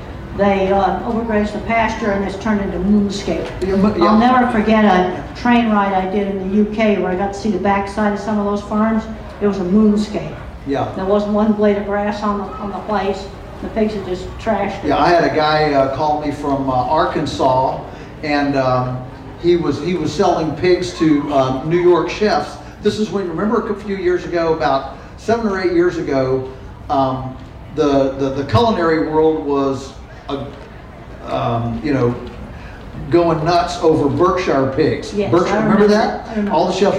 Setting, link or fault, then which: setting, busy venue